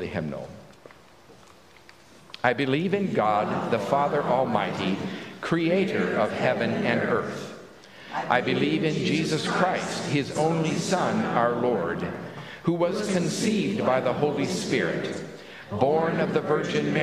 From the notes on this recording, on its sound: At Pender UMC Traditional Worship on Sunday, September 17, 2023